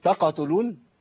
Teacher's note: القاف ساكنه مقلقله نتيجه الاهتزاز، بيبقى في عندي جزء من الحركه لكن ما عملش حركه كامله.